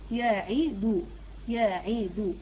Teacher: يعني منتشر في كثير من القراء يقرأها كذا ألم يعيدكم، يعني كأنه يختلس ضمة الدال فتصبح كأنها حرف ساكن، وهذا غير صحيح. لازم أضم الدال كويس وأعطيها زمنها كما أعطيت الزمن للحرف المفتوح والحرف المكسور. يعيدو، يعيدو، المفتوح مكسور مضموم كل زمنه واحد.